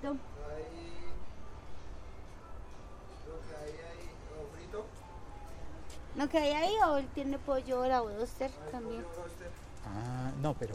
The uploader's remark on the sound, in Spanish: Hoy hice el podcast en bicicleta desde el parque Simón Bolívar de Bogotá.